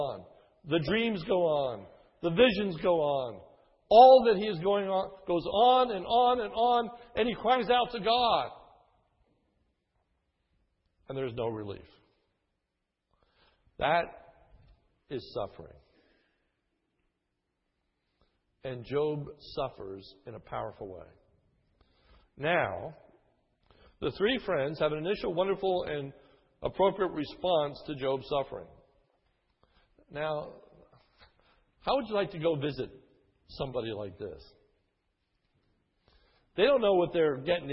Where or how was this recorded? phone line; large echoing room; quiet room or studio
large echoing room